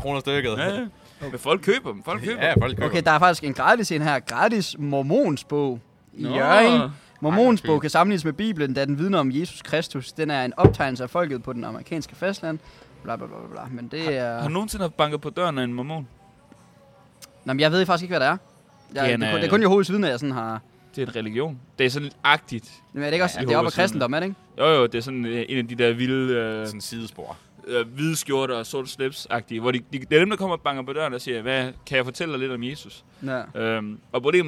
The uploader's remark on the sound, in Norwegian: Live Fra Zwei Grosse!